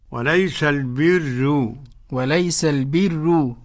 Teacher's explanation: مع أي ملاحظة عدم تكرير الراء · الراء في البر مرققة لورش · Term: الترقيق